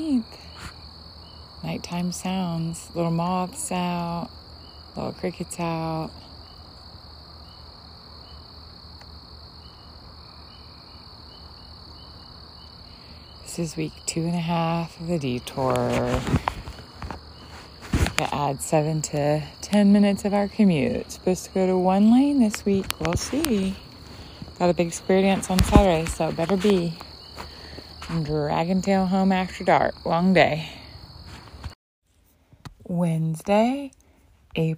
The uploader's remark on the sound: NASHVILLE STREET SOUNDS